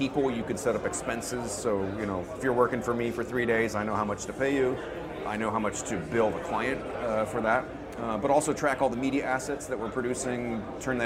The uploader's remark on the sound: at the 2016 Annual Technical Conference & Exhibition in Los Angeles